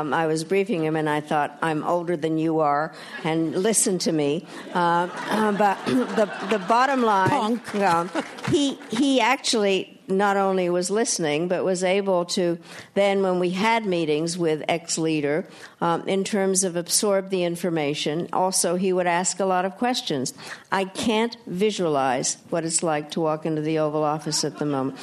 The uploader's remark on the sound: We take you inside the Q&A session of RJ Julia's recent live event. At the Yale School of Management.